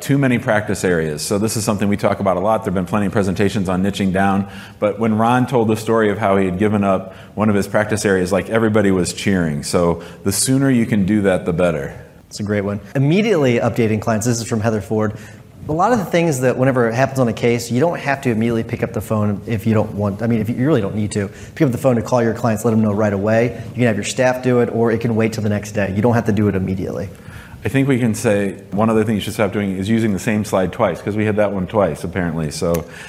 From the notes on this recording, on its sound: In this live podcast episode